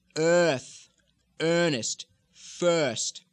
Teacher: the Kennedys usually had a little bit of the R flavor there.